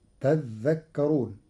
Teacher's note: قرأ ورش كلمة تذكرون بتشديد الذال، فتصير تذكرون، فأصلها تتذكرون، فأدغمت التاء في الذال بعد إبدالها ذالا.